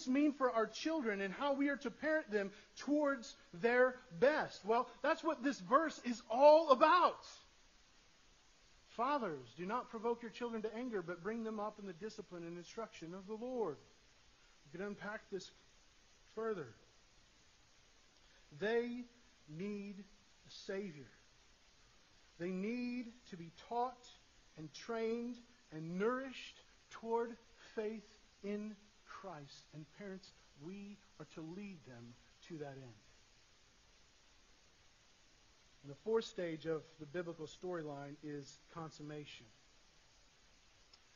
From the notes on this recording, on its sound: Sorry for the poor audio quality